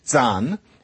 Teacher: in German, it's zahn, and the z is, again, a sound rather like T. And there isn't really as long a way as you might think between dente and zahn.